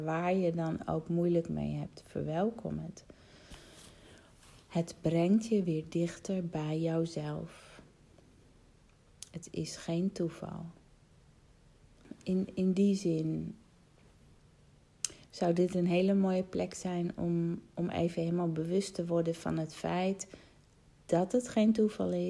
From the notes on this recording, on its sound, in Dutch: Al scrollend in mijn telefoon, vond ik een audio bericht uit 2018